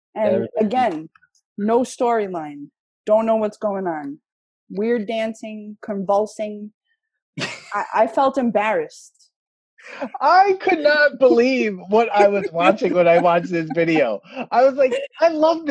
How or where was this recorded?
video call